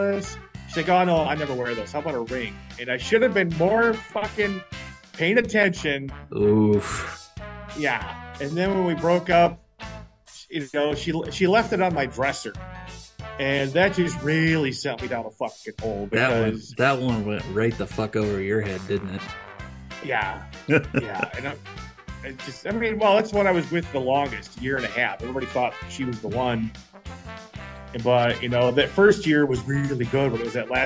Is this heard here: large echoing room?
no